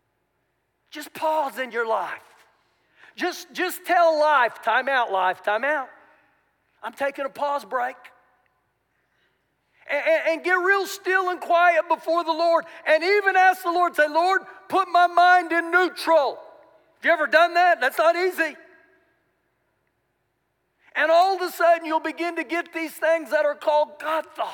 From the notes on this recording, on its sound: Recorded live during our Sunday morning service.